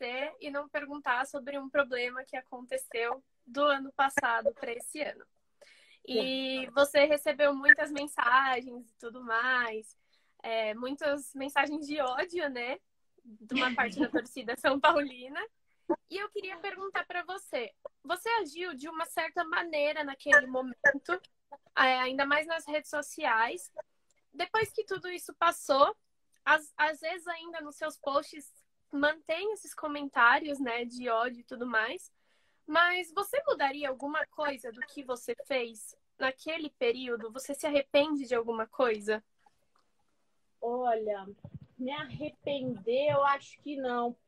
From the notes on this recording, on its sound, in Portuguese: Rolou uma live no meu instagram